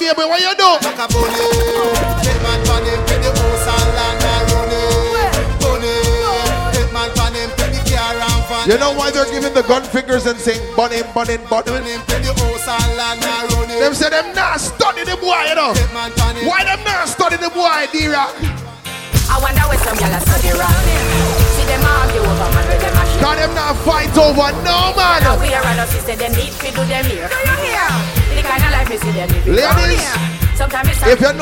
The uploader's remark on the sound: Live Audio segment from the event